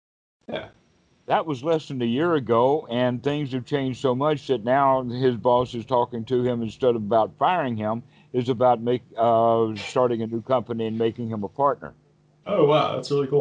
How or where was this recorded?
video call